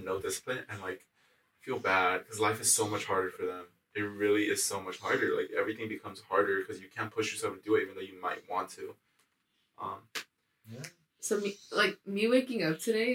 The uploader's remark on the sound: We may or may have not the audio file for this episode soooo, hope you don't mind the bad audio quality for this one!